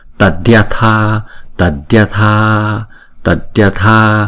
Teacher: Chữ tha chúng ta phải kéo dài hai nhịp, bởi vì chữ nguyên âm A này nè là âm a dài